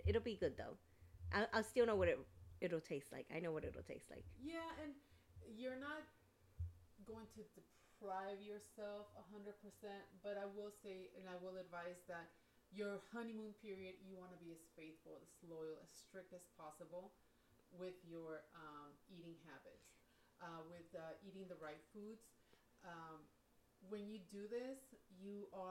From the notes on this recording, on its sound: PLEASE EXCUSE OUR SOUND WE ARE WORKING ON IT